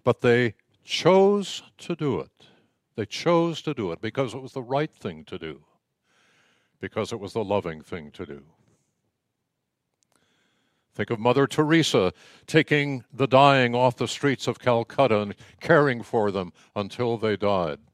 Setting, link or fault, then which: setting, large echoing room